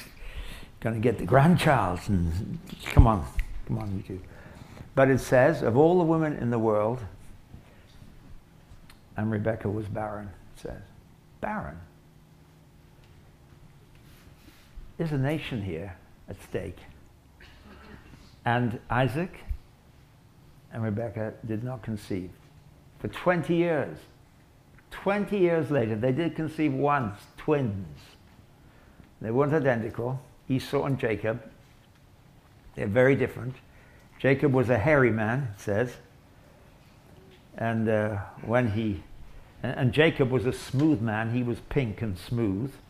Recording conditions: live audience